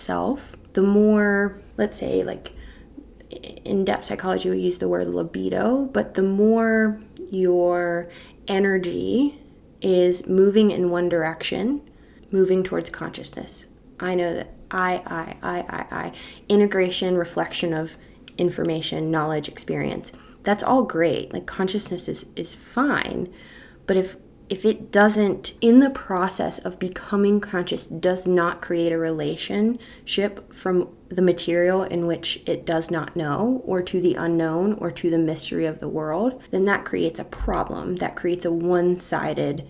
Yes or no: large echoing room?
no